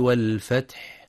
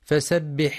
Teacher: ينتبه القارئ لهمس الحاء في والفتح وبيان همس ورخاوة الحاء أيضا في فسبح